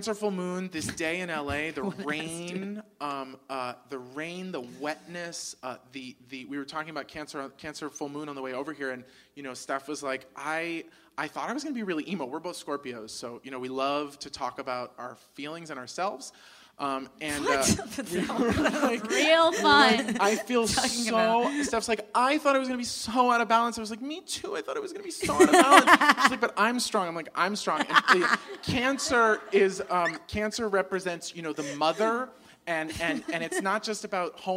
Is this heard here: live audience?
yes